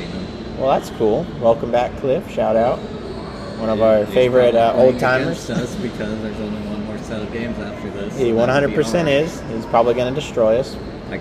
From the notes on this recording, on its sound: Our microphone didn't plug in all the way, so it was just recording from our laptop's microphone, which is way worse quality, so we are very sorry for all the background noise. The computer was facing Me, so it picked up his voice better.